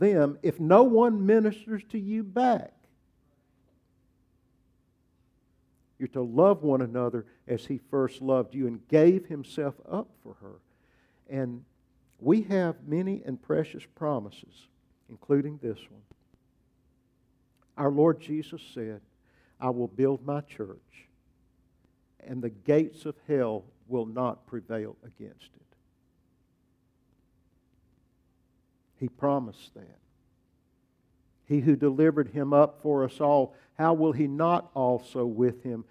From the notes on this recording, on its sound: preached at Grace Baptist Church